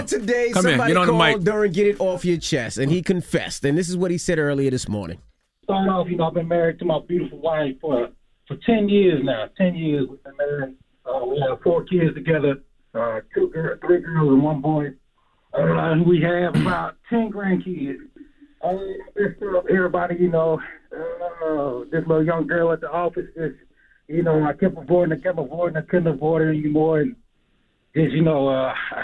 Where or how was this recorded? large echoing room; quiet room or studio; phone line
phone line